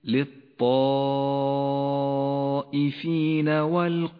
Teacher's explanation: انتبه لحرف الألف المفخم في كلمتي للطائفين والقائمين، فخمت الألف في كلا الموضعين لأنها سبقت بحرف مفخم